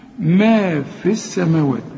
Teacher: الياء دي بتلغى لانها ساكنه، واللام بتاعت السماوات ساكنه